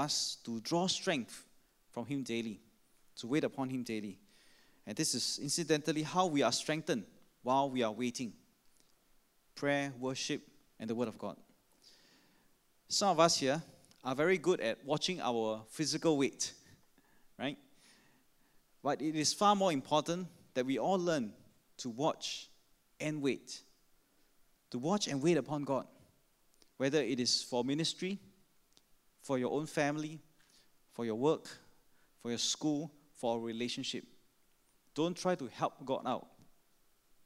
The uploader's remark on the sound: Sermon preached on 15 May 2016 at our 5pm Traditional Worship Service (BB Enrolment Service).